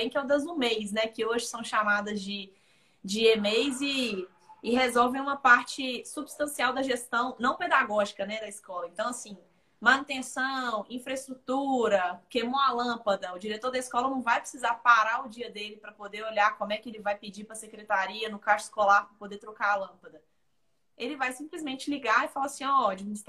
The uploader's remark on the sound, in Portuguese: Live feita no Instagram